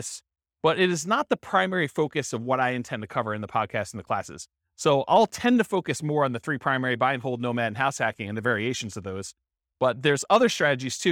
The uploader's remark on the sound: This was a live class recorded